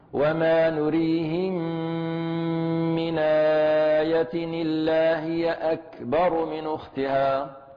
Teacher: هنا في هذه الآية من سورة الزخرف نجد في هذه الآية يعني كلمة اثنين ثلاثة أربعة خمسة ستة، في ست كلمات ثلاث همزات من آية إلا هي أكبر من أختها، فبعد النقل أسقطنا ثلاث همزات